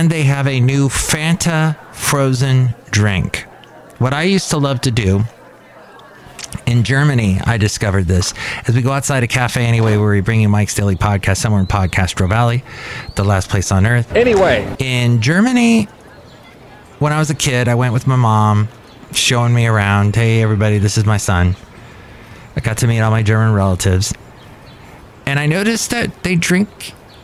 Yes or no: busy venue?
yes